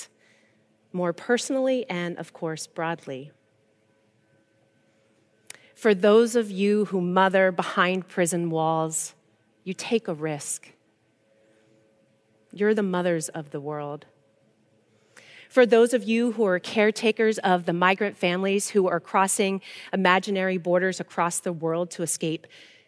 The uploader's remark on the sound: Recorded live at Beatitudes Church, Phoenix, AZ